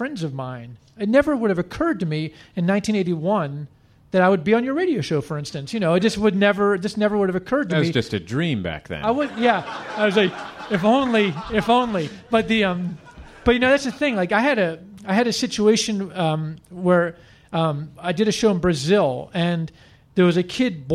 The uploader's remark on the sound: He joined us live on stage in Washington DC.